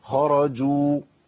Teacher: الجيم لابد من بيان الشده والجهر، الصفتين اللي ايه اللي ملازمين لحرف الجيم، وبيان التعطيش بتاعها، واحنا اتكلمنا قبل كده على التعطيش في برنامج احكام التجويد.